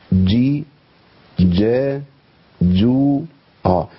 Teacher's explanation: عندي برضو الجيم في القران هي معطشه